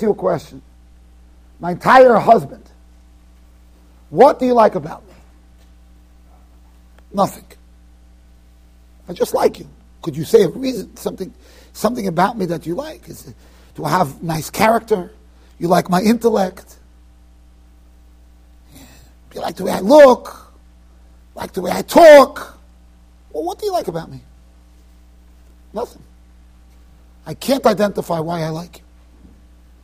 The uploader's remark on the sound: Shiur recorded in Yeshivas Ohr Reuven, Monsey NY.